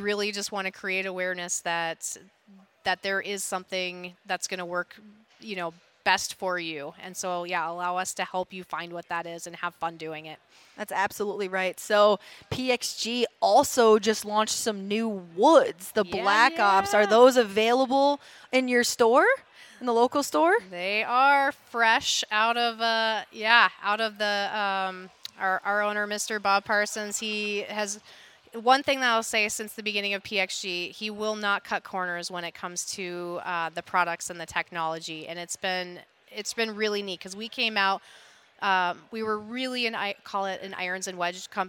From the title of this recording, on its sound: live from the Minnesota Golf Show!